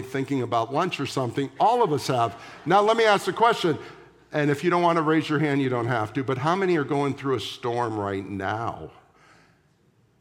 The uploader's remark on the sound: at the September 17, 2023 Sunday morning services of Boca Raton Community Church in Boca Raton, Florida